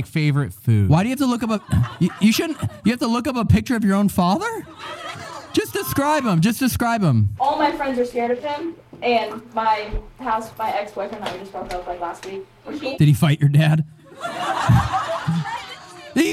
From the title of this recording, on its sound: LIVE at Haunted Farrar Schoolhouse